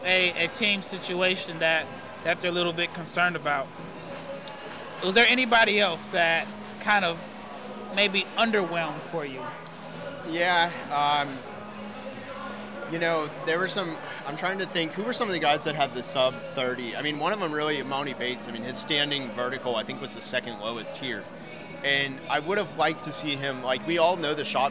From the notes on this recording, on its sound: Check in live from the Wintrust Arena in Chicago just minutes after the first day of the NBA combine.